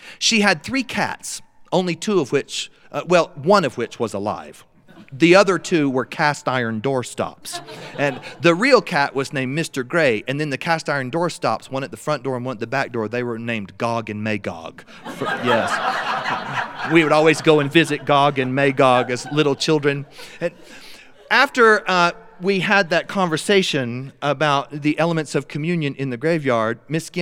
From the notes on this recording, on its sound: told in front of our live studio audience.